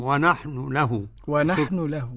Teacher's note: وكيف يكون الاختلاس فضيلة الشيخ؟ هناخد نحن الضمة بتاعت النون هنجتزئ منها